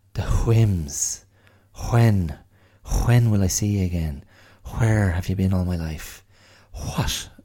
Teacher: the sounded WH that's so favored by Irish people